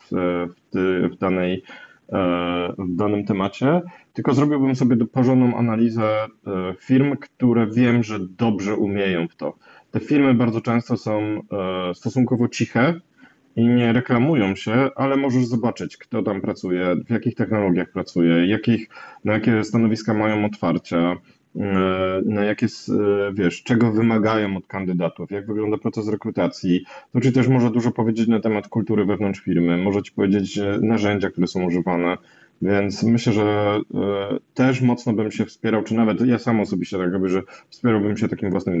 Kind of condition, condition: link, video call